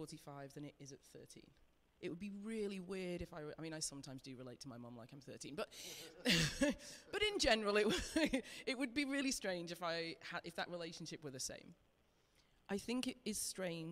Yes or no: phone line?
no